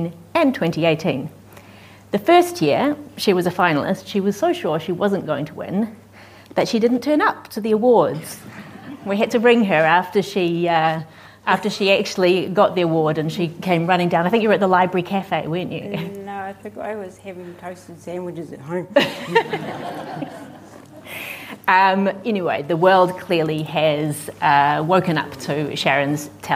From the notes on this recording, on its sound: At the 2021 Marlborough Book Festival.